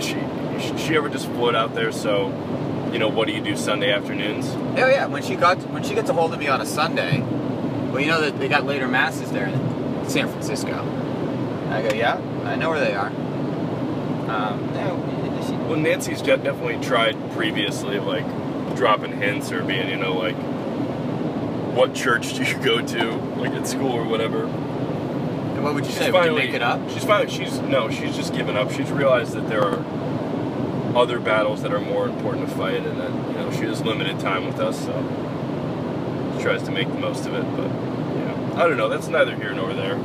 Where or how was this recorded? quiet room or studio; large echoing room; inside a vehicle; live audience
inside a vehicle